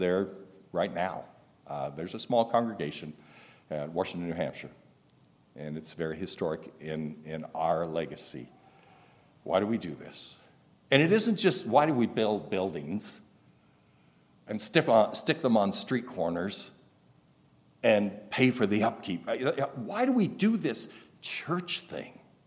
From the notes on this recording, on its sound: Recorded August 19, 2023, at Ringgold Seventh-day Adventist Church.